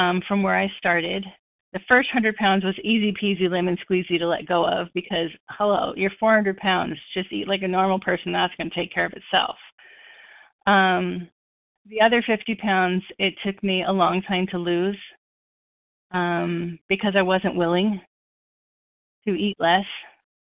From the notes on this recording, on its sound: the 100 Pounders Phone Meeting